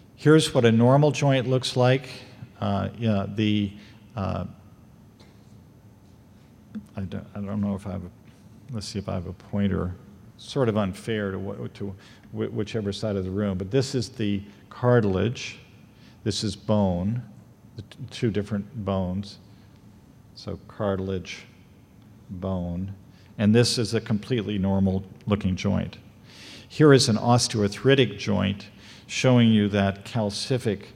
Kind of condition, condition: setting, large echoing room